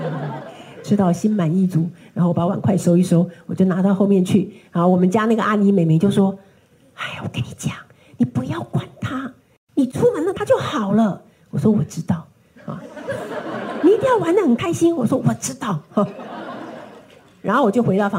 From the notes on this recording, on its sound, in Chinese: 本集內容取自天下文化主辦的《自成一派》新書分享會現場錄音